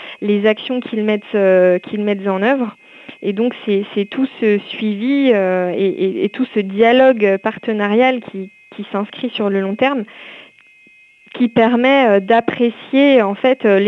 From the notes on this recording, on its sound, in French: reçoit aujourd’hui par téléphone